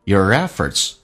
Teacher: t,轻轻点一下 to work for.所以你听只能听到核心词汇。下面一句，Your efforts has clear criteria.那么你的努力有一个非常清晰的一个评判标准，criteria 指的是评判标准。美式发音这个单词发成 criteria。英式发音多了个 a 叫 criteria，但不管怎么样你应该能听懂。你看一下 your 在口语化当中不被强调，说成也加个 r，说成 yourefforts，而且有个连音